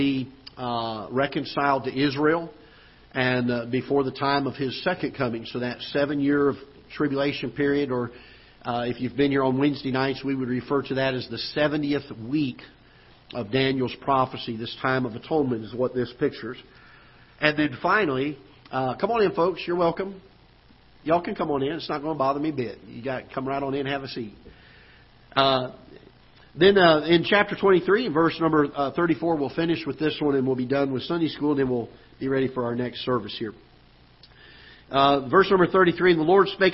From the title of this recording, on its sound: Ketha Heights Baptist Church ~ Live Broadcast